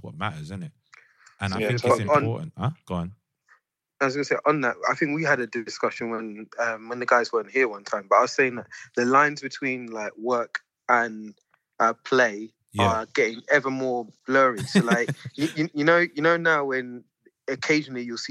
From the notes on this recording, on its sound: The team practice social distancing and hop on a group call to record the latest instalment.